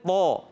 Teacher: آپ نے بغیر ہونٹ گول کیے تو کو ادا کرنا ہے